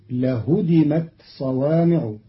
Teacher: قرأ قالون كلمة لهدمت بتخفيف الدال فتصير لهدمت صوامع بتخفيف الدال، على أنه فعل ثلاثي مجرد.